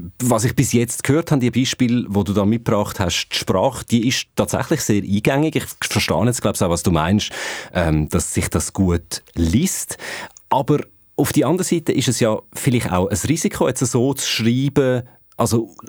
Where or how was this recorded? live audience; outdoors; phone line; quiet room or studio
quiet room or studio